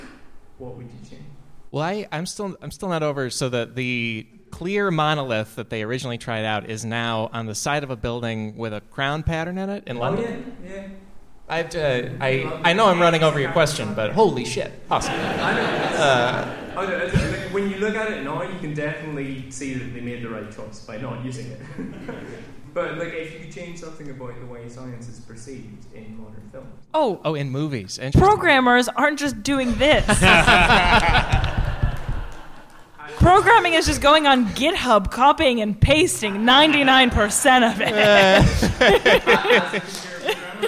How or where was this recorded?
live audience